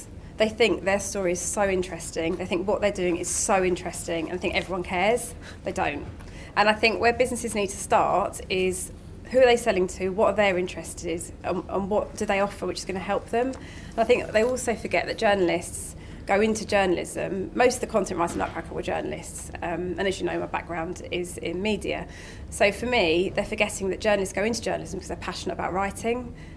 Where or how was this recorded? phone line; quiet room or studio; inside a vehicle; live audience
live audience